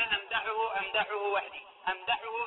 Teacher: الحاء عند الهاء متقاربة للمخارج · Term: تنافر حروف